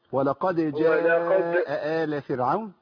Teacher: ولقد لابد من قلقلة قلقلة الدال. ولقد جاء آل فرعون.